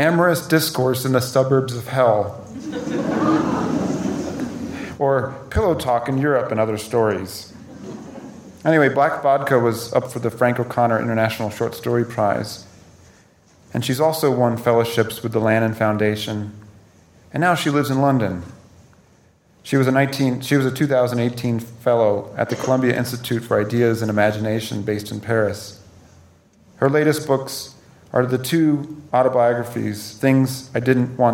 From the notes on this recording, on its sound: Recorded at the Lensic Theater in Santa Fe, New Mexico